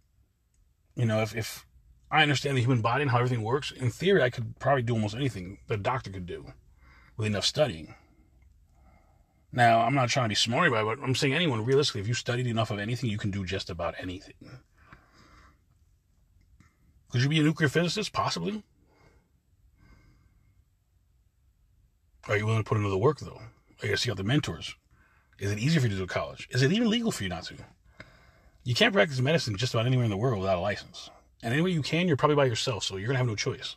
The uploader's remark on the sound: In this CarCast